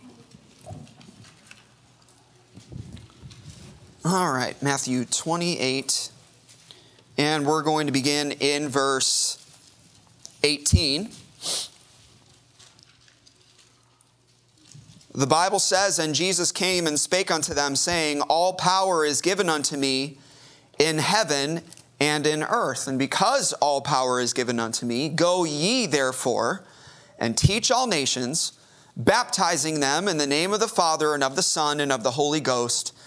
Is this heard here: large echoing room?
yes